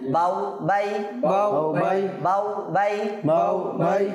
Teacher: হরফে লিনকে আমরা না টেনে ধাক্কা ও টানা ব্যতীত স্বাভাবিকভাবে নরমভাবে হরকতের মতো পড়বো